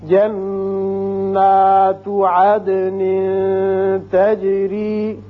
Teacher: تجري جنات عدن تجري نون مشدد ہے غن نہ کریں گے عدن یہاں دال کی صفت قلقلہ ادا ہوگی